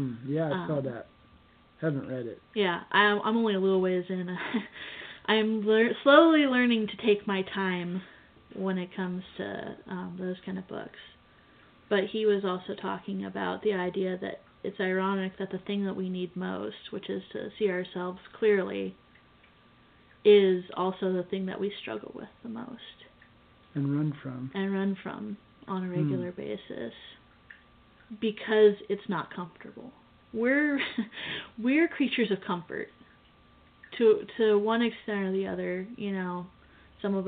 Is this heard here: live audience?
no